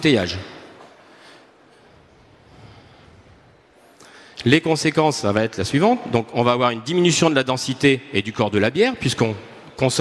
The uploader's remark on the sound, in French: Conférence enregistrée le samedi 22 octobre 2022, au Salon du Brasseur. Conférence enregistrée le samedi 22 octobre 2022, au Salon du Brasseur.